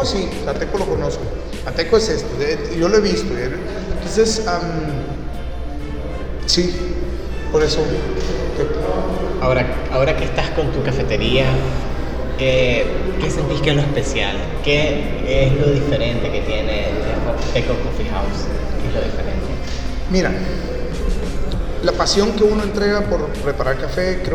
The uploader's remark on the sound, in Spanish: Teco Coffee House en el Festival Centroamerica de Café.